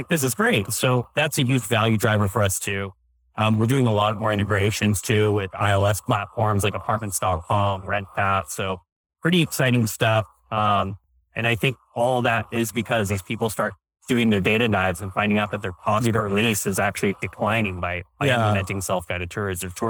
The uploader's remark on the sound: LIVE at Optech